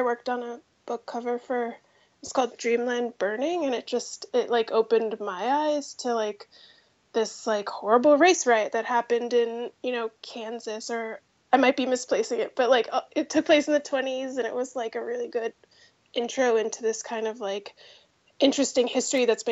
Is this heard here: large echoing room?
no